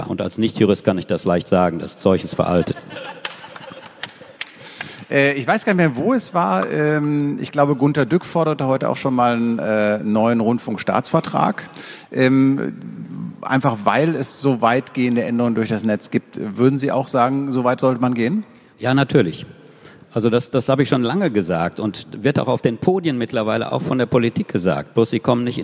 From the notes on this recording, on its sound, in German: Das digitale #Quartett live on stage.